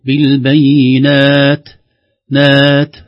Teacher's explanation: حرف التاء إذا وقفنا عليه، أي إذا وقفنا عليه نحتاج فيه إلى همس حتى يظهر